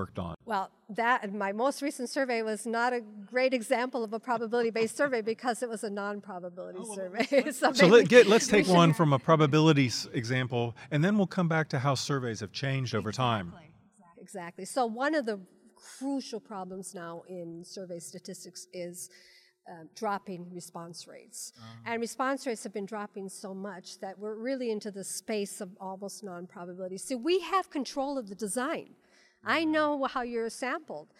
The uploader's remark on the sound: Live From the WSC